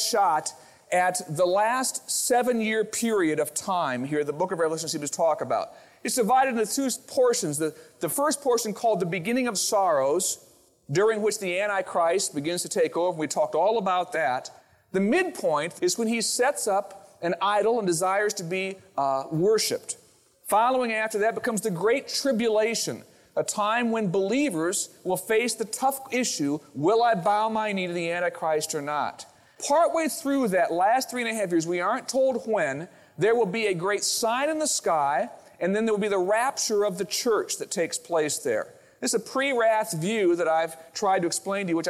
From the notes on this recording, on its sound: Originally recorded on April 30, 2000, at Fellowship Missionary Church, Fort Wayne, IN.